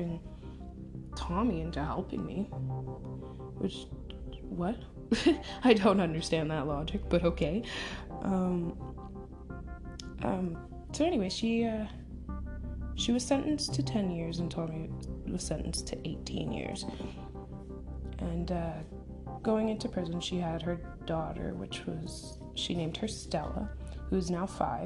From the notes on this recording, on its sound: Don't mind the background noise, it's my family lol.